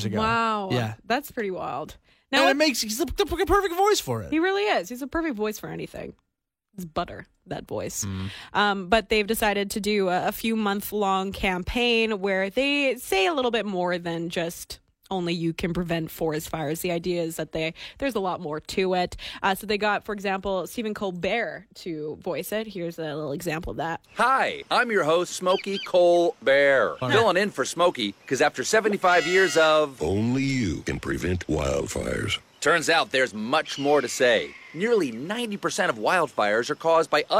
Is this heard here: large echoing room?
no